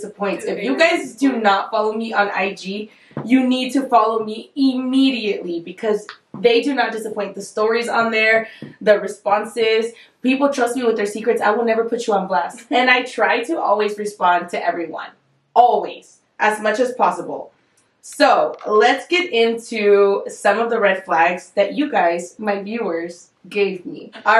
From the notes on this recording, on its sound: Bare with us with the audio, this was one of the first guests and we had to figure out the microphone